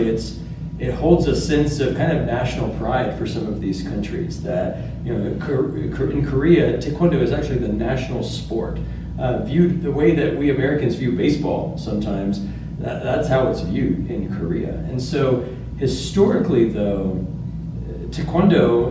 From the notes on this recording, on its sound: This episode was filmed LIVE at the 2019 REACHgathering